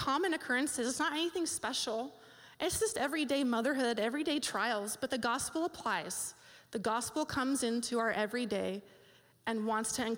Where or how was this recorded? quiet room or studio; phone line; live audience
live audience